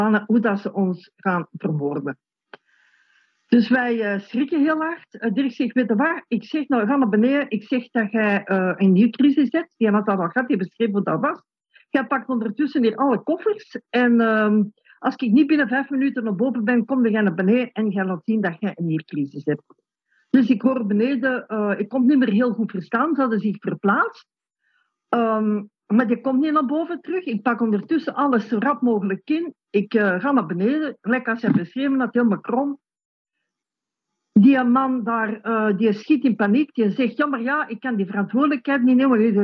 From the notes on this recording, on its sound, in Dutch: Sinds het begin van de coronapandemie houdt Relaas op zondag een verhalencarrousel. Via een Zoom-sessie komen vertellers en luisteraars samen.